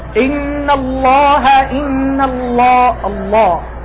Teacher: عند تفخيم اللام في لفظ الجلالة فإن تفخيمها يفوق تفخيم الطاء. إن الله إن الله الله، هذا تفخيم أقوى من الطاء.